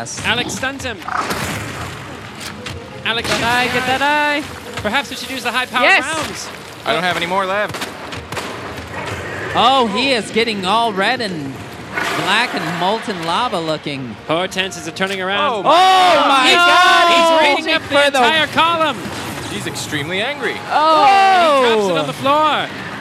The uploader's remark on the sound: LIVE recording at their home away from home, Impro Studio.